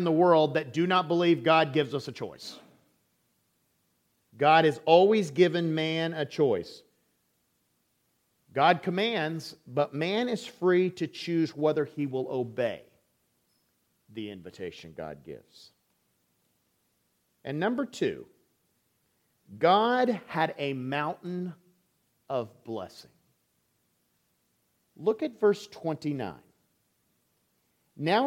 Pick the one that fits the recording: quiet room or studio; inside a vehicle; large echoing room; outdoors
large echoing room